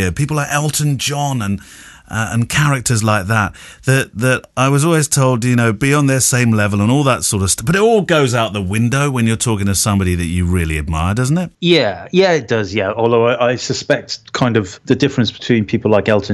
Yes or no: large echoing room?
no